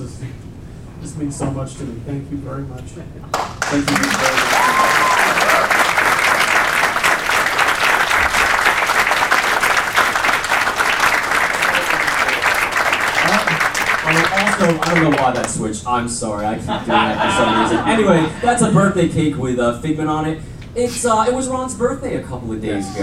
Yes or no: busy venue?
yes